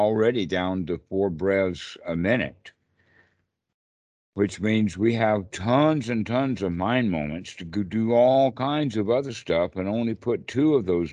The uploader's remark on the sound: skype calls on this channel